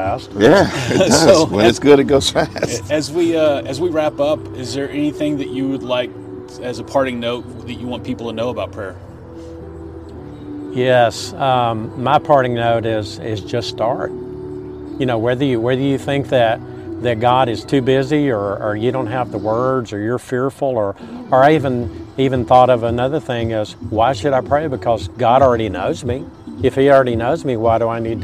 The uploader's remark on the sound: We recorded on location at the AFSP Out Of The Darkness walk.